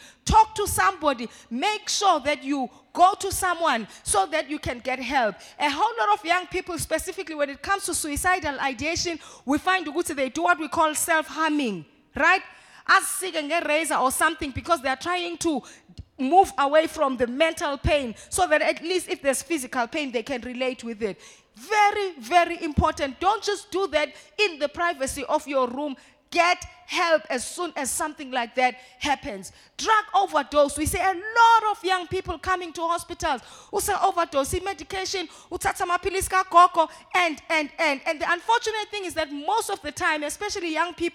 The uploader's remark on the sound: live at Word Of Faith Christian Centre.